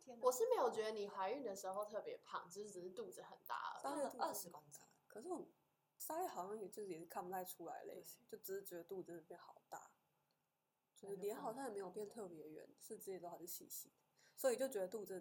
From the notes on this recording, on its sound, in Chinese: 感謝只要有人社群顧問提供錄音器材及場地。這集收音品質出了點問題。